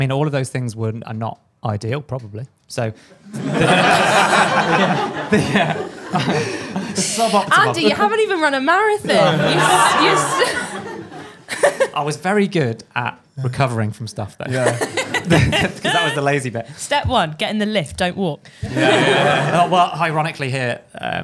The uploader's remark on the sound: Our First Ever LIVE Podcast. LIVE from The Running Channel's first-ever pop-up cafe at the London Marathon.